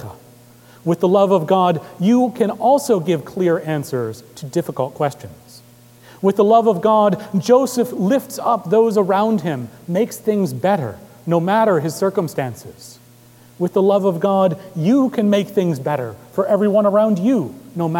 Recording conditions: large echoing room